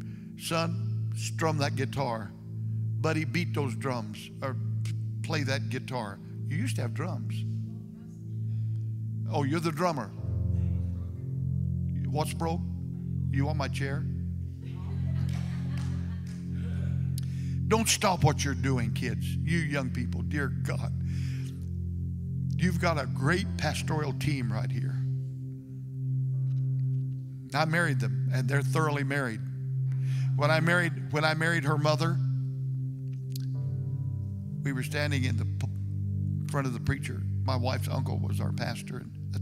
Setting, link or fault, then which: setting, large echoing room